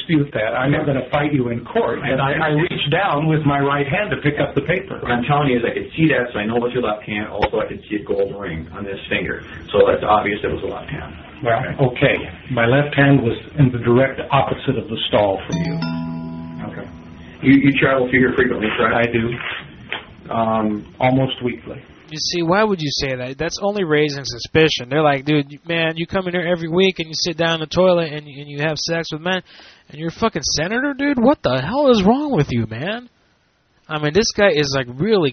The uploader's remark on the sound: Prank Phone Calls